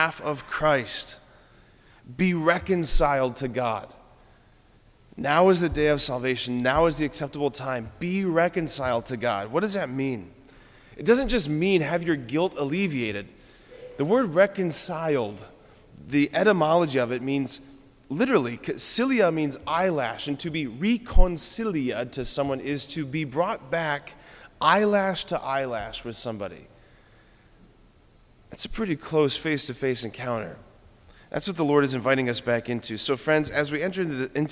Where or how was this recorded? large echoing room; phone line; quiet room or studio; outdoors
large echoing room